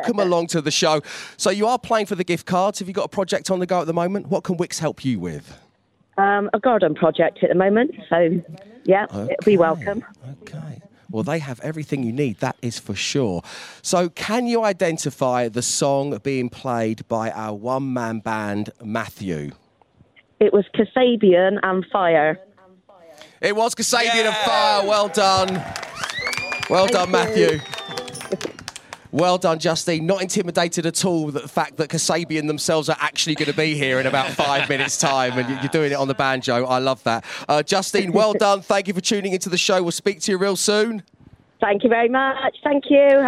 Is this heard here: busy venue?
yes